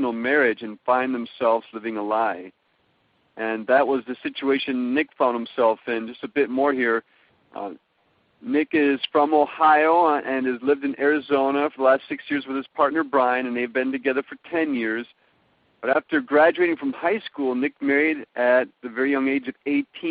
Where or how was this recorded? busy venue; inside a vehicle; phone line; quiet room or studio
phone line